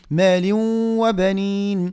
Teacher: عندنا هنا إدغام ولكن بدون غنة، ويقع إخفاء التنوين، لا يظهر التنوين